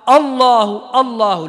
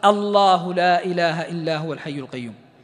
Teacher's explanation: الهمزة ترقق واللام التي وحدها تفخم · Shown in: second take · Term: ترقيق الهمزة